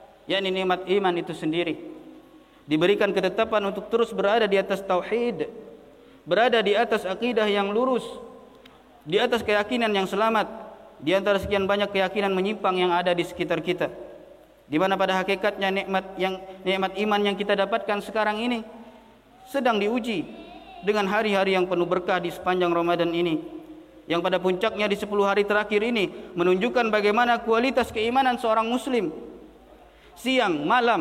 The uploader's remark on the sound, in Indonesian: LIVE AUDIO KHOTBAH JUM'AT. MASJID IMAM SYAFI'I PANGKALAN BUN.